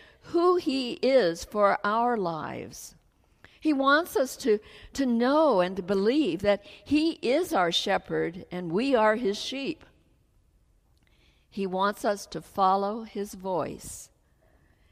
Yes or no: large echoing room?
yes